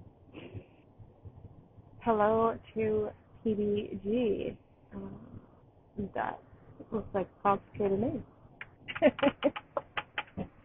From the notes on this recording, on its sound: Not the greatest quality